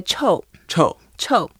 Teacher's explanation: it's a fourth tone, so we go down, and if you're really, really stinky, you can make it longer.